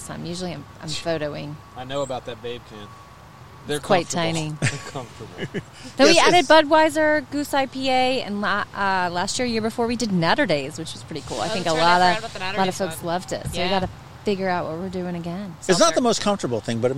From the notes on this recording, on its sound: When the weather is perfect on a mid-October afternoon, you head outside with our friends at Katcef Brothers, Inc . To sit at a picnic table and record a beercast!